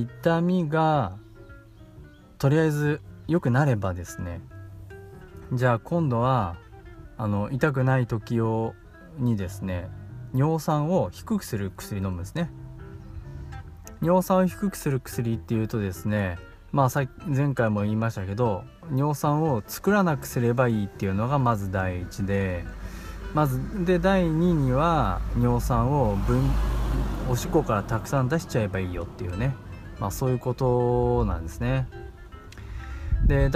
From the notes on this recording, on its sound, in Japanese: 40度にもなる群馬は、本当に暑くてたまりません。そんな中、少しでも涼しく感じられるように、高原の湖畔で録音してみました。蝉の音や鳥の声が入って居て。